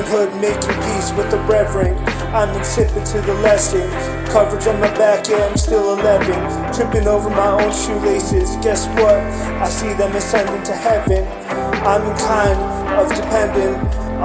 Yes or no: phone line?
no